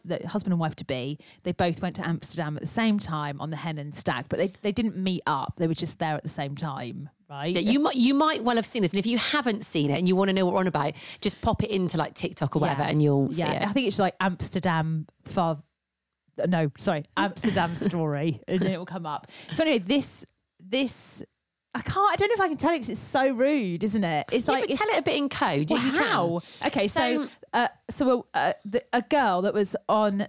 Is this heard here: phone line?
no